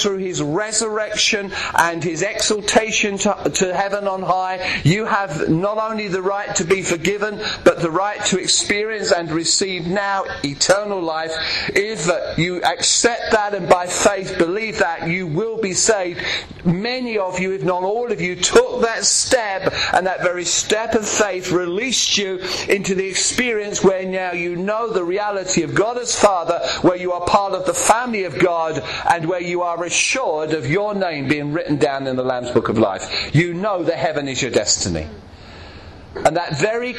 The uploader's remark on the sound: preaching at Clacton Elim Pentecostal Church